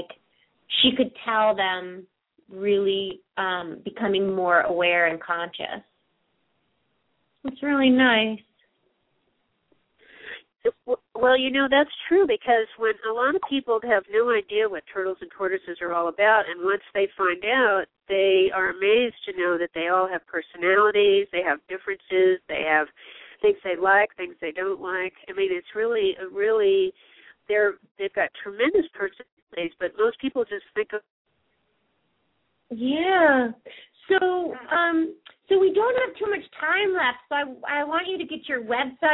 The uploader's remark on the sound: open up the lines for listeners to call